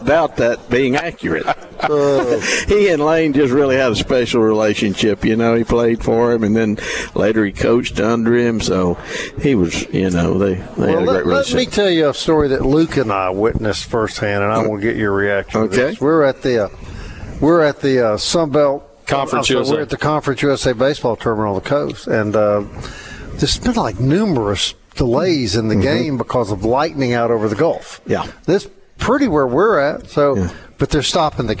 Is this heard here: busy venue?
yes